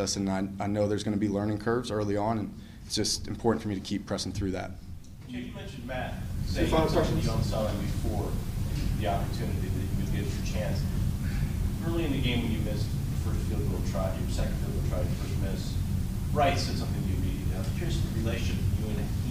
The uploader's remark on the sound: postgame press conference